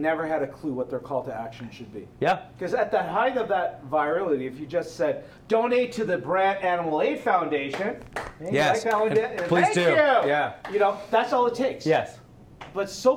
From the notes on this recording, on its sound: Recorded live in front of an audience in Brantford, Ontario, on October 30, 2018, at the Gunner's Club.